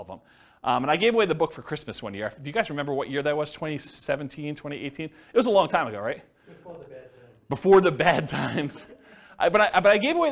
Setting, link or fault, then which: setting, live audience